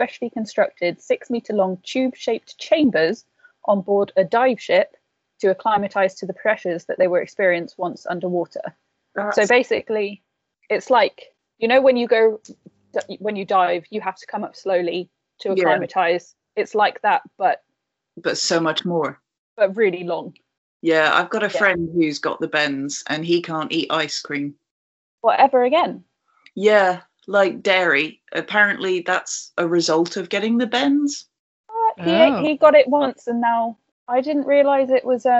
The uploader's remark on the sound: This episode was recorded using Microsoft Teams as we were experimenting with recording during our continued lockdown.